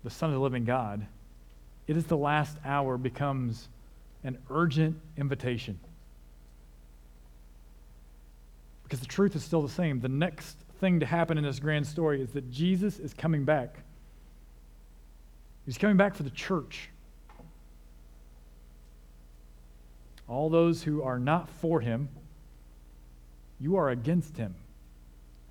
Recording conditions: large echoing room